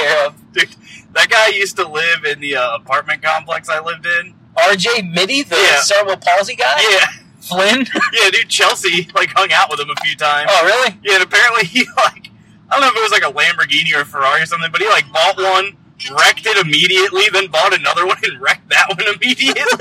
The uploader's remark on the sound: The Boys hit the road and have to discuss BALLERS 406 on a laptop like a couple of poors. Either excuse the audio quality or pretend this is a concept minisode hosted by robots.